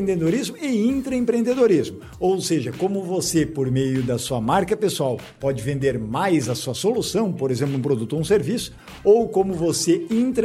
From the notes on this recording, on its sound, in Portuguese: Episódio gravado a vivo durante a realização do ExpoTALKS Japan 2023.